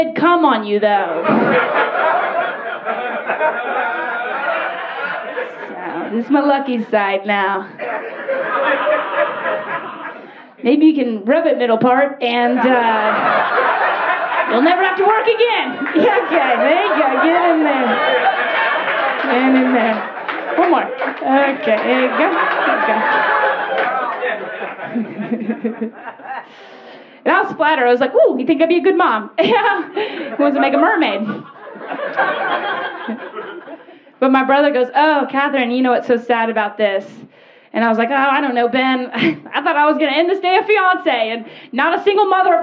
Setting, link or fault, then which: setting, busy venue